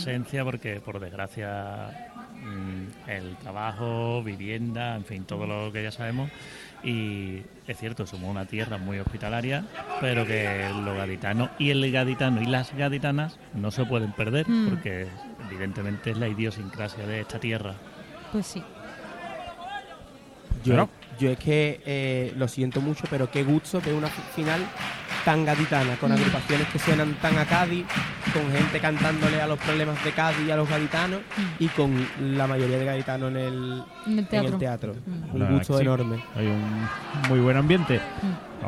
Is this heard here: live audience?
yes